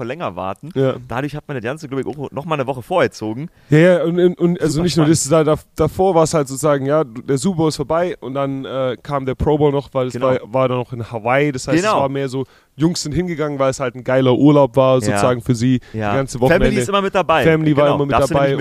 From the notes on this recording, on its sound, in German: Die Super Bowl week ist in vollem Gange. Live vor Ort in Phoenix Arizona.